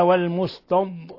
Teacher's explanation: لاحظوا الضاد نخرجها من الحافة مع ما يليه من الأضراس العليا ولا نقلقلها، من الخطأ قلقلة الضاد.